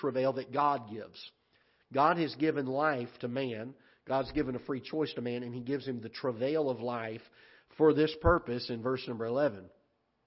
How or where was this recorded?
large echoing room